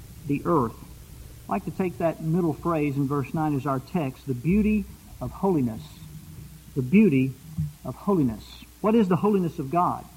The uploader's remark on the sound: Preached at Eureka PBC.